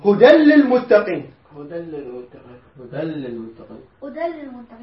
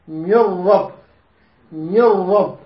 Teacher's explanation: إدغام بغير غنة يعني النون تحذفها ماكو نون